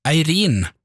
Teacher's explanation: En gang ble jeg korrigert i uttalen av navnet Eirin, fordi jeg hadde trykk på siste stavelse. Siden hun kom fra Kristiansund, så mener hun at jeg skulle si Eirin med trykk på første stavelse.